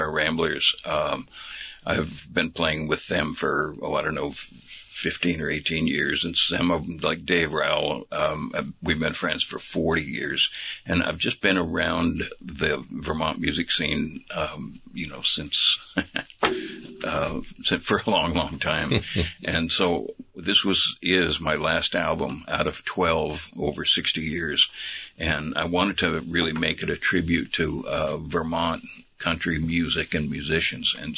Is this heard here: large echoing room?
no